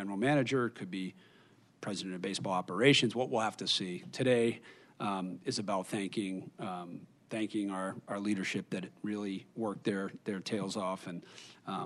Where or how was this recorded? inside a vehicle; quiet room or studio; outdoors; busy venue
busy venue